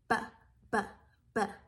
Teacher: B is a voiced bilabial plosive. Voiced, meaning your vocal folds are turned on and vibrating. · Bilabial, meaning the sound is made with bi, two, lips, labial. And plosive, meaning that there is a stop in the airflow and then a sudden release of air at the end